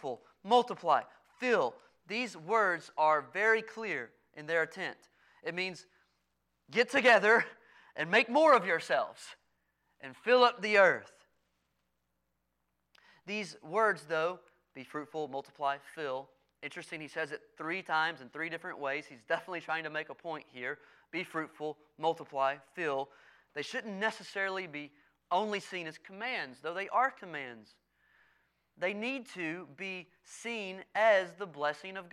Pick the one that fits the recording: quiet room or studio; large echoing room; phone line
large echoing room